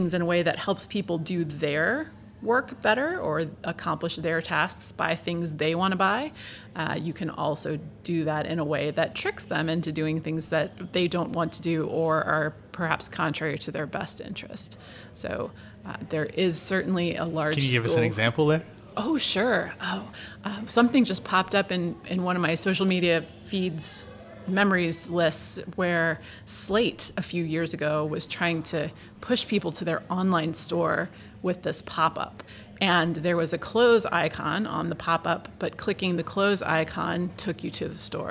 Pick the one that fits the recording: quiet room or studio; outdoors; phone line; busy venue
busy venue